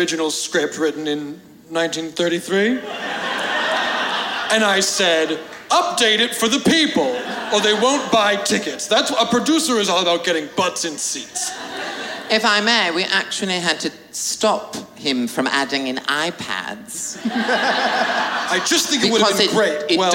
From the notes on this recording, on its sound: live in Brooklyn from the Murmrr Ballroom